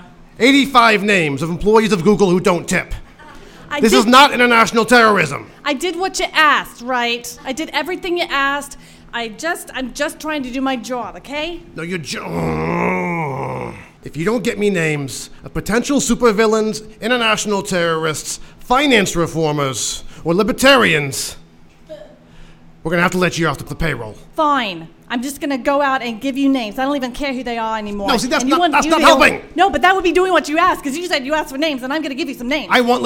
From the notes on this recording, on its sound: Recorded live before a studio audience at the SF Fringe Festival